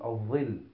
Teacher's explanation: وأما إذا لم يتم الانحصار ولا الجريان فيكون متوسطا بين الشدة والرخاوة، كما في الظل، فإنك لو وقفت عليه وجدت الصوت لا يجري مثل جريان معايش ولا ينحصر مثل انحصار الحج، بل يخرج على حد الاعتدال بينهما